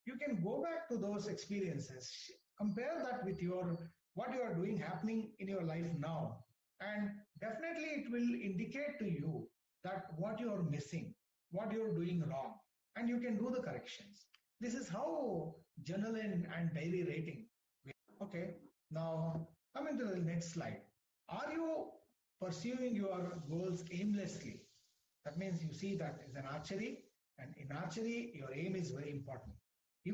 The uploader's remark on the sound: WEBINAR AUDIO RECORDING